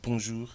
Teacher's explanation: On dit bonjour, on ne prononce pas le R à la fin